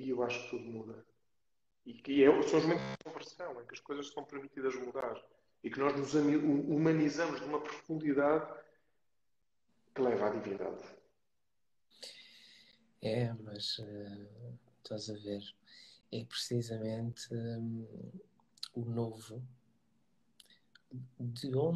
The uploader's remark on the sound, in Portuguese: Conversa Live IG